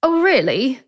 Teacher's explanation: Czyli ze śpiewającej intonacji przechodzimy na tę taką bardzo płaską, monotonną.